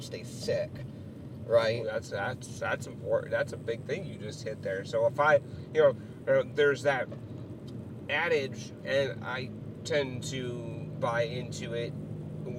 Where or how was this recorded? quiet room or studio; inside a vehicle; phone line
inside a vehicle